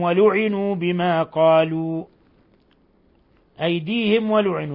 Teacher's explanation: ميم ساكنة جاء بعدها الواو الحكم التجويدي إظهار شفوي بل هو من أشد حالات الإظهار الشفوي والوقف على بما قالوا